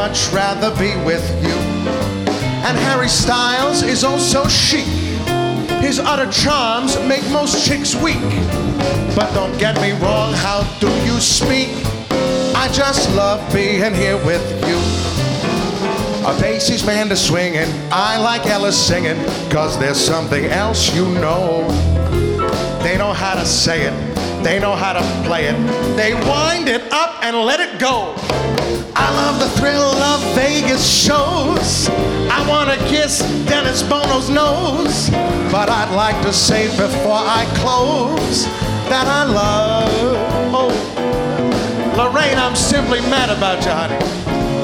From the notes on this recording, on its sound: Live at the South Point Casino